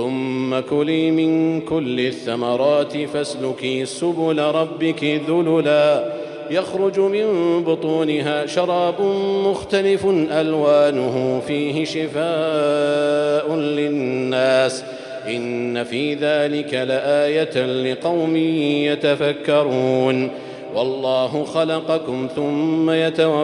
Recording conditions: large echoing room